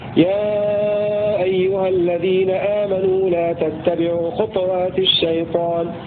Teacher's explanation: بإسكان الطاء مع القلقلة